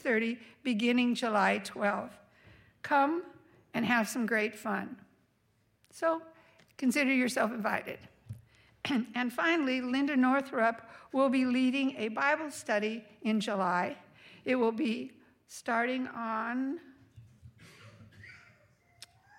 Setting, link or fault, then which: setting, large echoing room